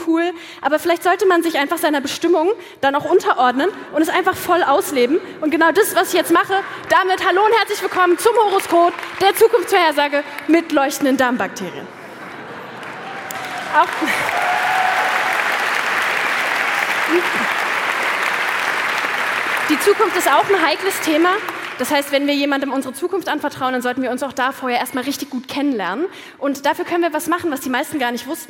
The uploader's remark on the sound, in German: Hört hier ihren Vortrag vom Meisterschaftsabendvon der großen Bühne.